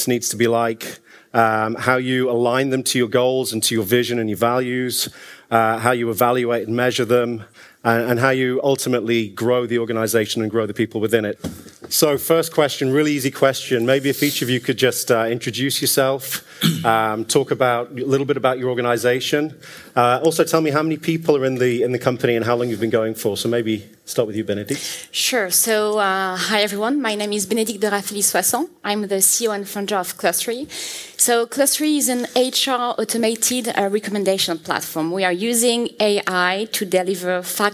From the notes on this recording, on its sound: one of the panels we hosted on the SaaStock17 stage